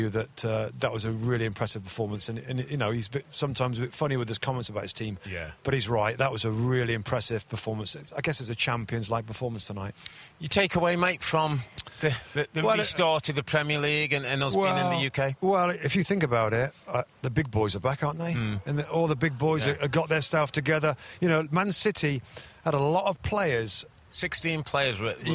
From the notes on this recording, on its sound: Special U.K. Trip Edition: Live From Elland Road.